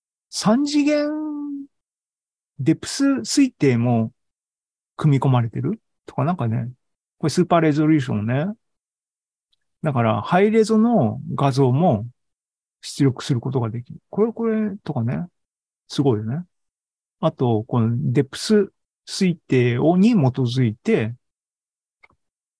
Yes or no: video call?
yes